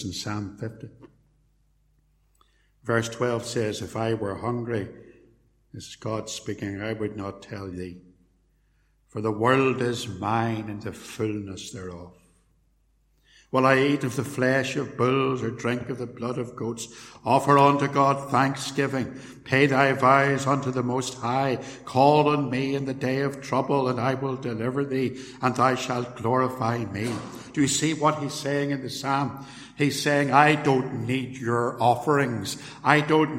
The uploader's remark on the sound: Sermon preached at Templepatrick Reformed Church